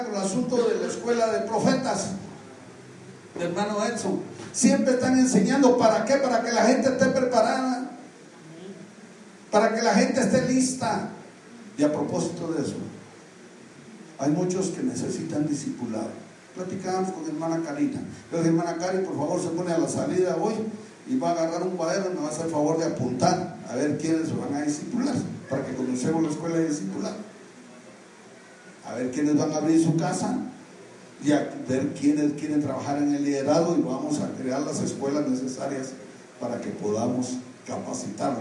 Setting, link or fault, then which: setting, large echoing room